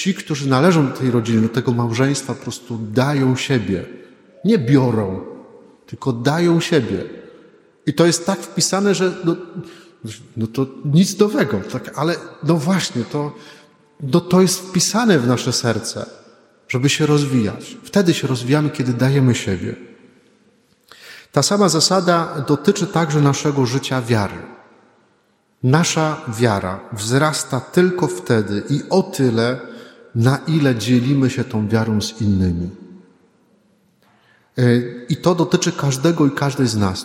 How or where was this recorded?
large echoing room